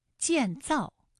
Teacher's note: 都是四声组合的词语，读起来呢很容易读得生硬，因为它都是降调